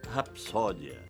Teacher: Já no caso de rapsódia, o que se tem é um fonema surdo, o P de pato, seguido de outro também surdo, de S. Aqui, ninguém influencia ninguém.